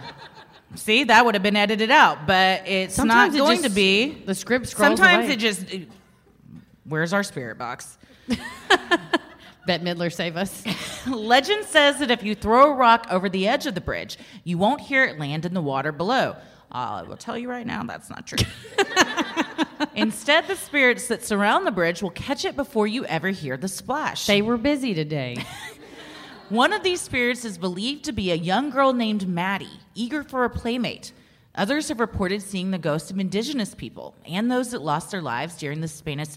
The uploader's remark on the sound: Recorded Live at LOL San Antonio.